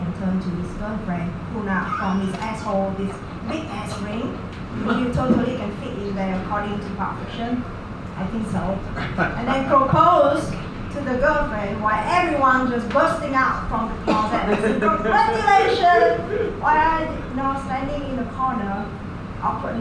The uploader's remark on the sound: Vietnam's raunchiest comedian live at The Tavern, Phu My Hung, D7 - June 2019